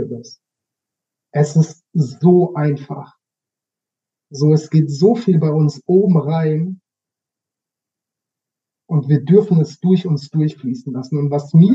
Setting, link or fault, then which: fault, poor sound quality